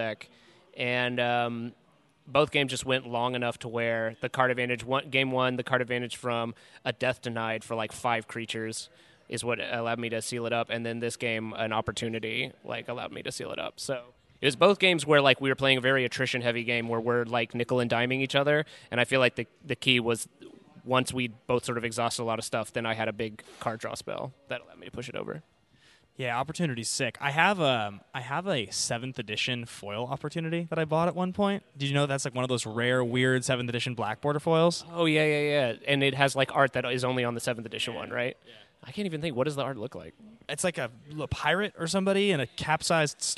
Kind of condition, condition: setting, busy venue